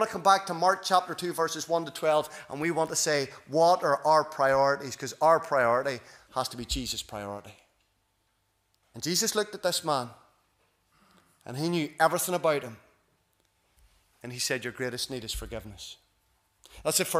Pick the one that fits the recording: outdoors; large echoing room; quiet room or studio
large echoing room